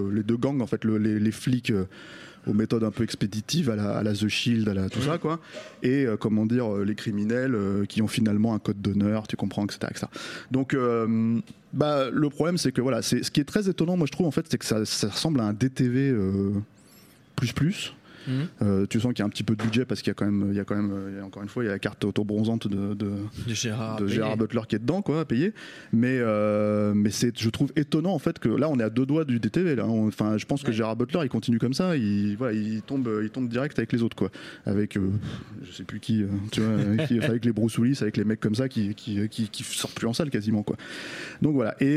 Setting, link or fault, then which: setting, busy venue